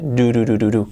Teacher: No es una R suave, do, do, do, do, pero casi do, do, do. Con la D que no es interdental, es siempre detrás de los dientes